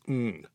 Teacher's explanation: Now that Wu surname, in Cantonese, was pronounced Ng, N-G. No vowels to help you out with that surname.